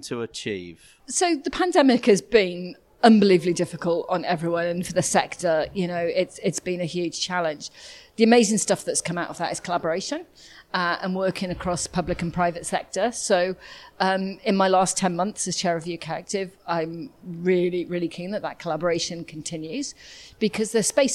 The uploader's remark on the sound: This is a special episode of the podcast, hearing from the main influencers, speakers and guests at the first ukactive conference in two years.